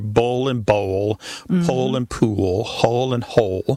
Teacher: they all end in that L sound, and that L at the end of the syllable is what is known as a dark L